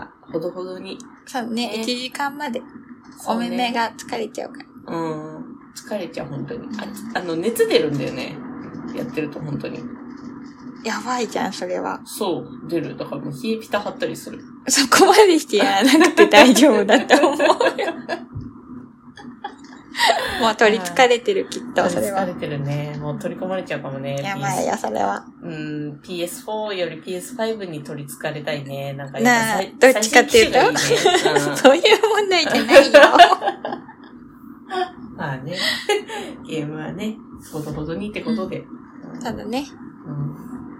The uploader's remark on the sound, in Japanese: 台風接近中時のため、雑音多めですみません